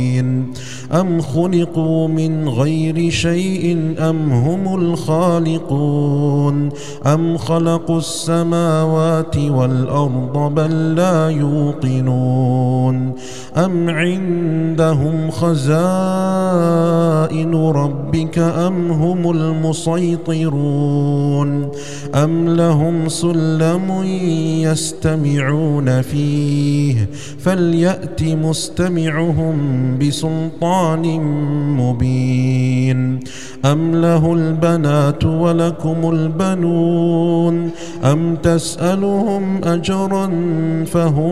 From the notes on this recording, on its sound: recorded at Green Lane Masjid, Birmingham, UK.